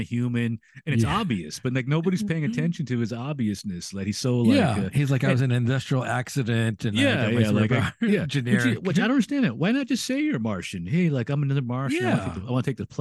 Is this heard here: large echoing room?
no